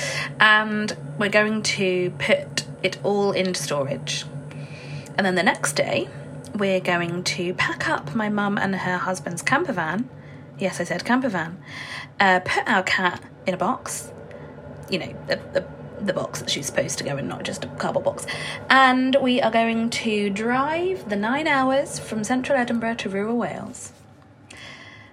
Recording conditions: sounds in the background